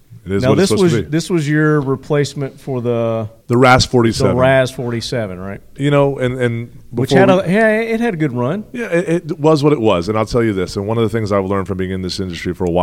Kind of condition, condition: setting, busy venue